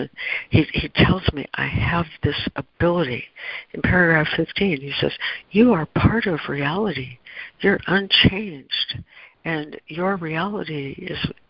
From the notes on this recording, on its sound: ACIM Daily Conference Call.